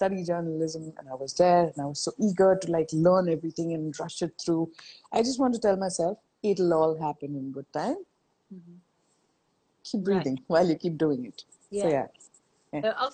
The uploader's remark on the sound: Instagram Live